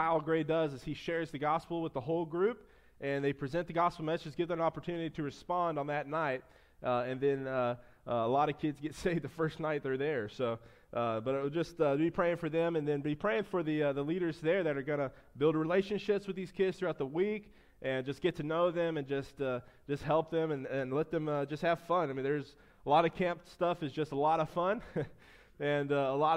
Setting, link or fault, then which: setting, large echoing room